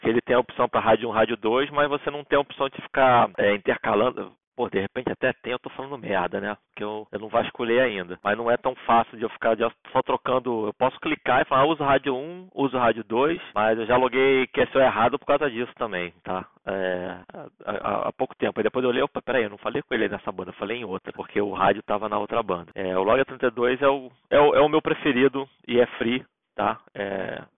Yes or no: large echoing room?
no